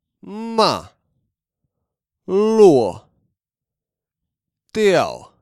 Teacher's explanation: The fourth tone drops down from the height of the first tone to the low of the third tone.